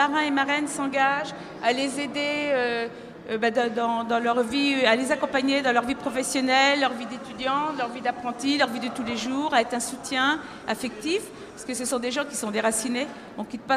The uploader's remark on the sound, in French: Une belle émission en direct du marché de Lëon, marché de créateurs organisé par Béton à la mairie de TOURS